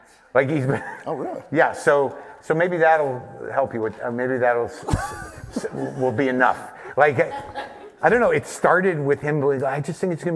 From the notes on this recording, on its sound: this very special live taping